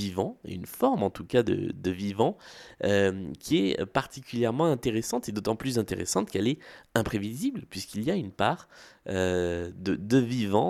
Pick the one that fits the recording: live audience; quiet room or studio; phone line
quiet room or studio